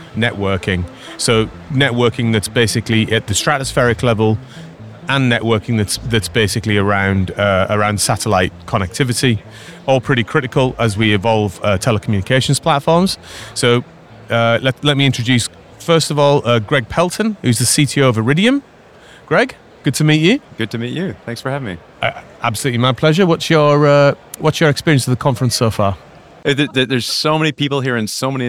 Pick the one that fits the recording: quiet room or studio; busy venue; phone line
busy venue